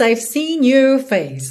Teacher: como os britânicos não enrolam a língua no your, fica yo, yo, fica mais fechadinho e acaba soando um pouco como you · Term: sem a língua enrolada